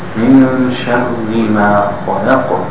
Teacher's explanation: The Ra is thin, it has a shadda, شَرِّ، and then the qaf خَلَقُ is قَلَقُ.